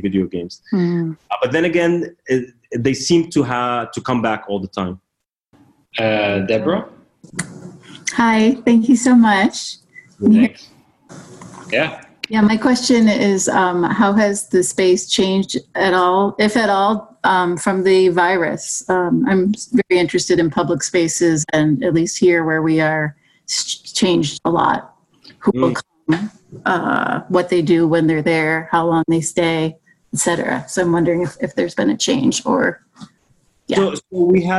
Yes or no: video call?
yes